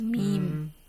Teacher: The lips do not touch each other, okay? Just there is a little space, okay? Just like a little space for the air to blow, okay, out. · Term: iqlab